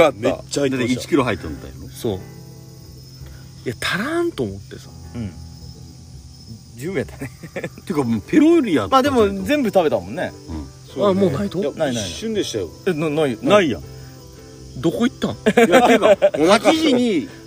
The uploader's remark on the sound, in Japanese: 福岡市西区にある唐泊VILLAGEで。収録の日はお盆だったので焚き火で先祖を迎えております。